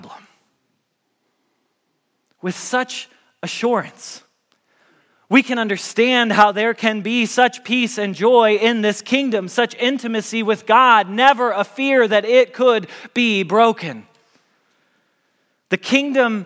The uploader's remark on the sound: Message Preached at Valley Creek Church